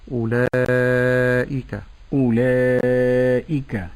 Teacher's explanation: الألف أتى بعدها همزة، وهذا مد متصل، فأمد بمقدار 4 حركات أو 5 حركات